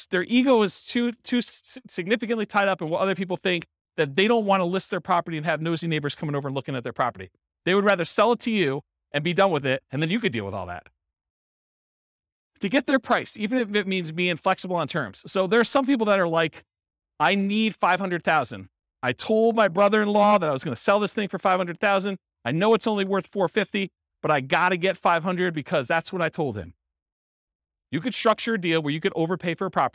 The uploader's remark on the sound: This was a live class recorded